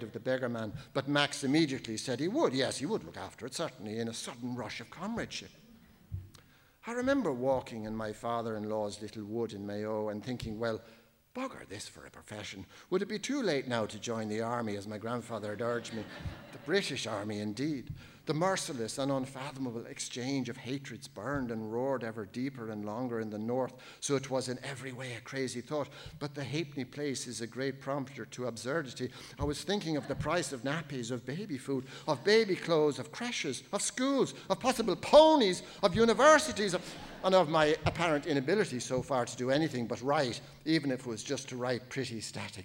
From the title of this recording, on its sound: Laureate For Irish Fiction Annual Lecture 2019